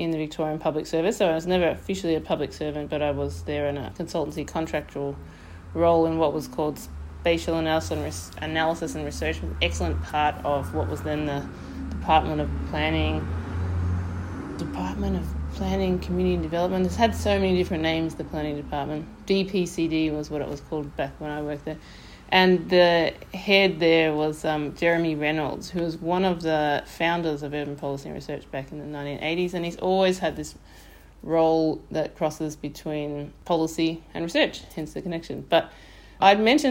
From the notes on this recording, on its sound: This episode of This Must Be The Place is a live recording from the party held for the 40th anniversary of the journal Urban Policy and Research, which took place at Melbourne University in early 2023. After that it’s a largely unedited live recording of the anniversary proceedings. Most of the recording is a live recording, but with some light edits. There’s a fair bit of room noise, clapping and familiar voices.